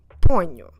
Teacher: Don't forget to stress the second to last syllable in this case, the first one of the word.